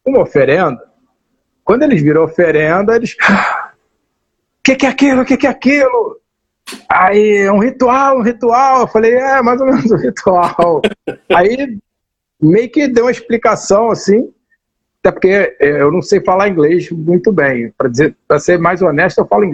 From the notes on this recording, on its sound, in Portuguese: Essa foi a live gravada no Instagram da Zombie One Records